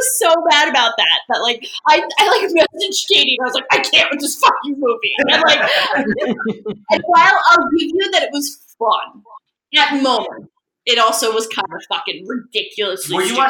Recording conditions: poor sound quality